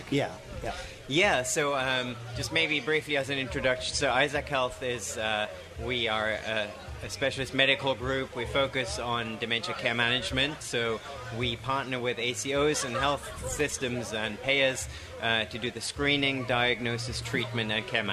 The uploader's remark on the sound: LIVE SPECIAL edition from the Florida Association of Accountable Care event